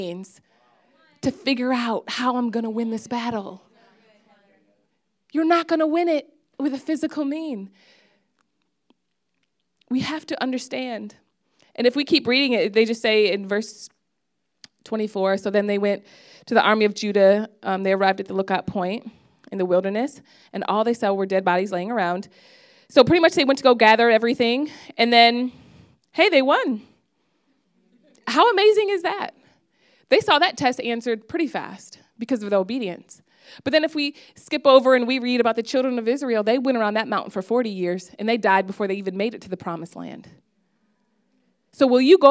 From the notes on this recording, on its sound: preached this message on October 8th at our Brooklyn Community